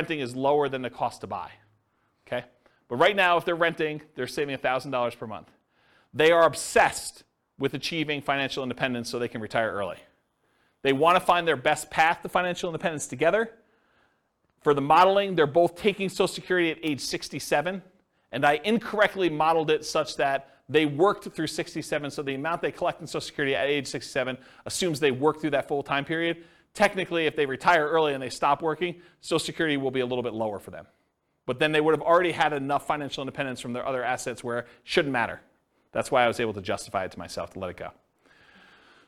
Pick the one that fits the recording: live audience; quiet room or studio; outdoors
live audience